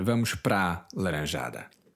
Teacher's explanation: Notice how the para plus a becomes the PRA, almost like a PRA with a diacritic on the A.